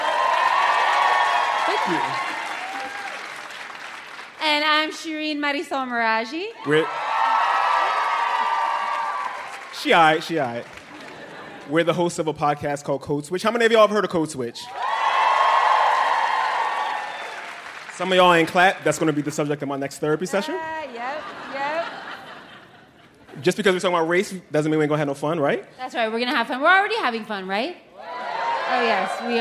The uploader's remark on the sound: Live From The Apollo. At Harlem's World Famous Apollo Theater in New York City.